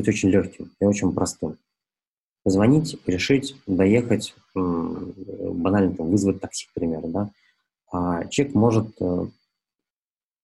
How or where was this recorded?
video call